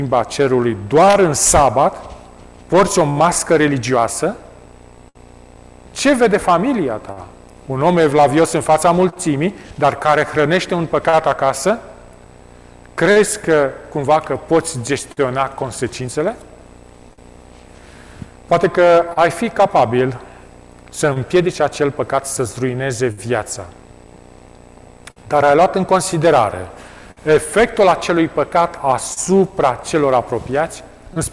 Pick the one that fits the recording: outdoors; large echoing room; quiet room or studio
large echoing room